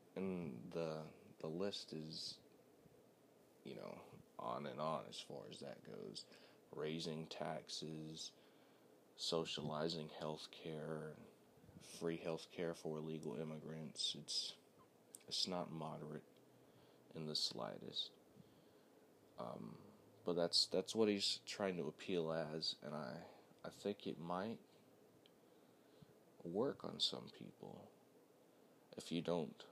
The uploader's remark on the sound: I plan on buying a better quality microphone.